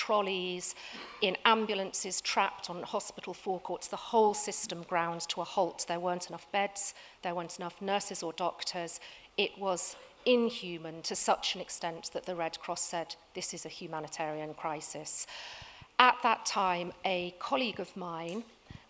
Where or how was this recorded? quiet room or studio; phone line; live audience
live audience